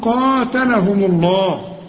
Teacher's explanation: مدام الميم مضمومة يبقى لفظ الجلالة مفخم